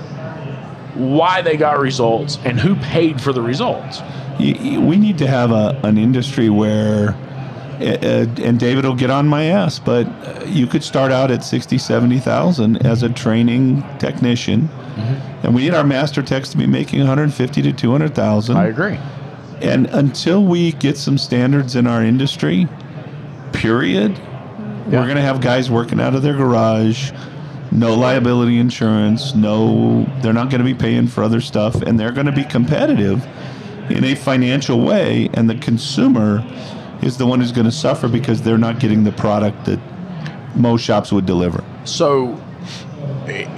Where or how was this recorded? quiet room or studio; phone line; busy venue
busy venue